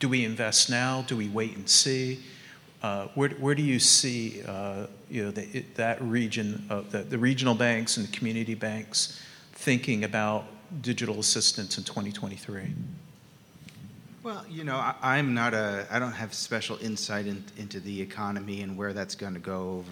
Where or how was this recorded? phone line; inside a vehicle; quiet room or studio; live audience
live audience